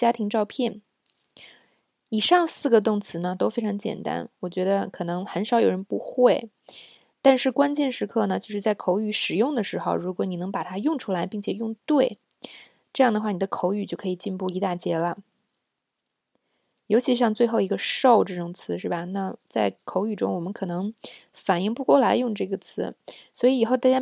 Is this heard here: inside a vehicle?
no